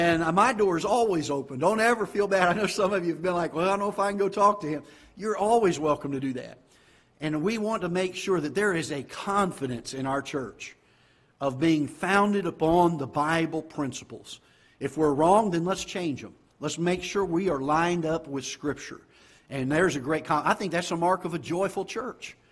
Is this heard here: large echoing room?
yes